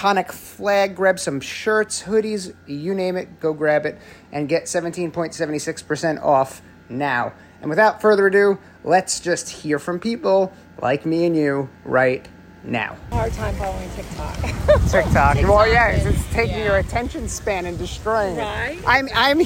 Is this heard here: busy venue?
yes